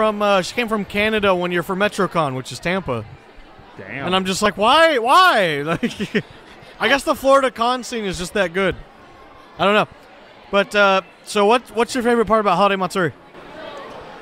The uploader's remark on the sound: Here is the official iNerdia Live Podcast taken from the floors of this years Holiday Matsuri 2017 held in Orlando, FL.